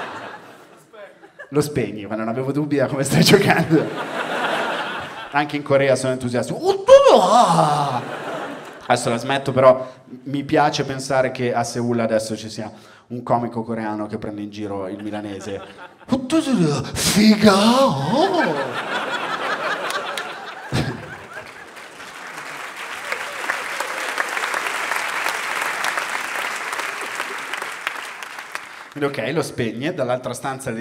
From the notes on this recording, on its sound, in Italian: Registrato a Firenze al Teatro Puccini.